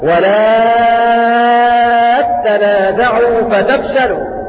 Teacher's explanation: بإدغام التاء في التاء والمد ست حركات في هذه الكلمة وأمثالها